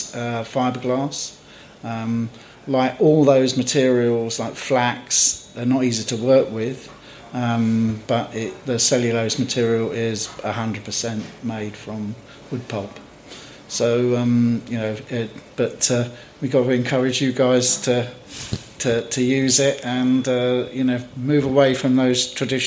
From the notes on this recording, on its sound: On this episode we host a Q&A at the Bristol Surf Expo.